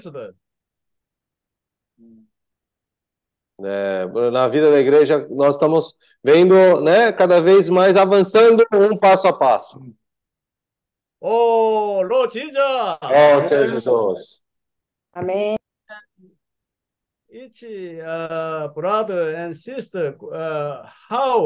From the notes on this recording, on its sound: Meeting zoom.